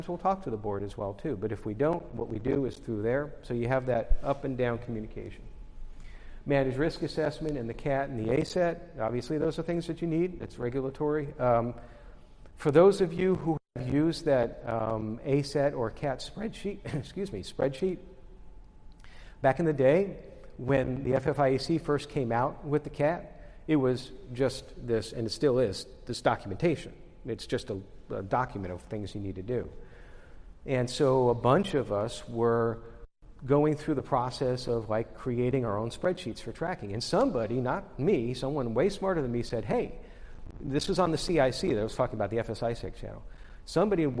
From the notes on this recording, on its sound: From the CU Intersect Conference in Houston Texas July 19, 2022.